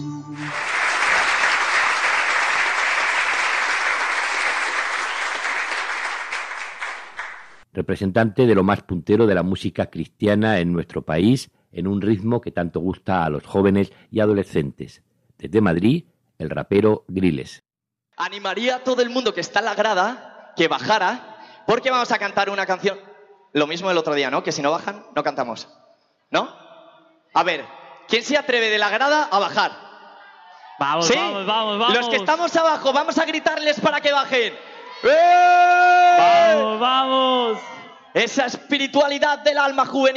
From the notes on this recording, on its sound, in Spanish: diferentes actuaciones en los conciertos en la noche del Multifestival Laudato Sí 2019, que tuvieron lugar en el centro de Almería